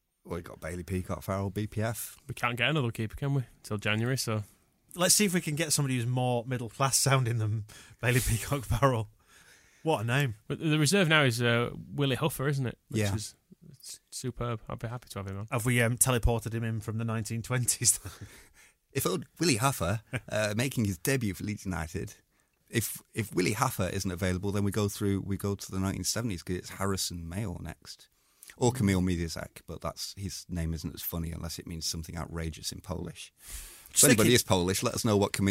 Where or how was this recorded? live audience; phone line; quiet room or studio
quiet room or studio